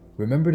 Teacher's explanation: hulō has a kaha ko over the o, which means you place the emphasis on that second syllable